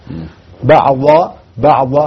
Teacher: مخرج الضاد من حافة اللسان اليسرى